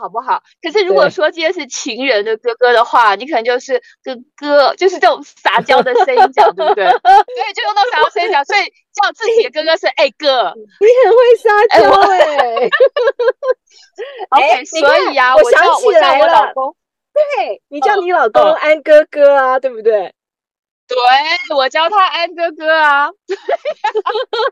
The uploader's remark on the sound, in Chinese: 在台灣國父紀念館的停車場，窗外是黑漆漆的夜晚，兩人居然都關在車子裡錄音。